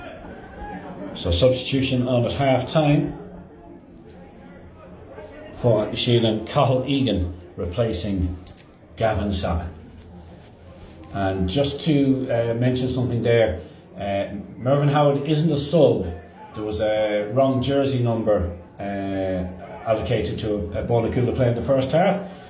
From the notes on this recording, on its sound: Live commentary of second half